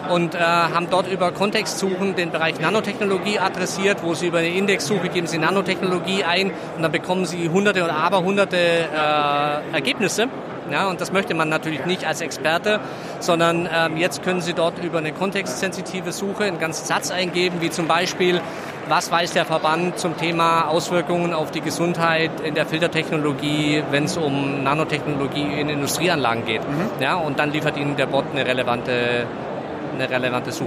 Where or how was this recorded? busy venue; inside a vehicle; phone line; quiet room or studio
busy venue